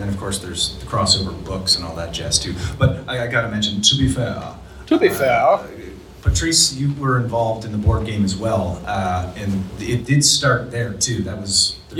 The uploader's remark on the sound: Howard Days 2022. The rest of this month will be dedicated to the audio we recorded while at this gathering! We present the inaugural panel from the event.